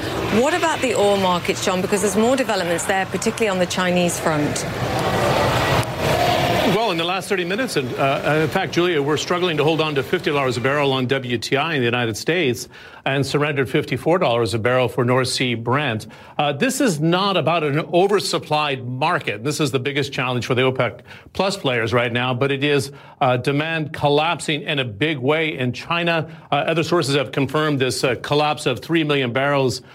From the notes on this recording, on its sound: live from the New York Stock Exchange